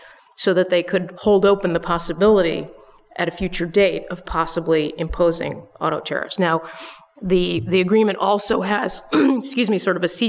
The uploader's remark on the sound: Record in front of a live audience of members from the LGBT Professionals in International Trade (GATT) and the Association of Women in International Trade (WIIT).